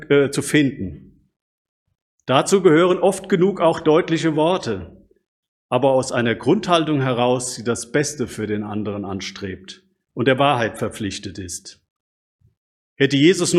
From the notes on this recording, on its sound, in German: Predigt aus dem Gottesdienst.